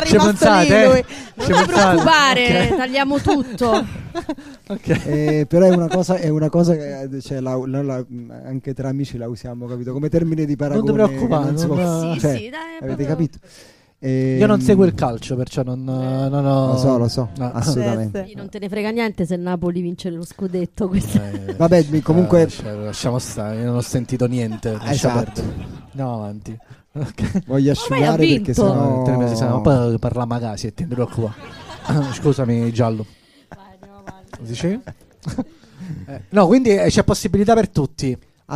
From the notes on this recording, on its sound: Live dal GhePensiMi di Milano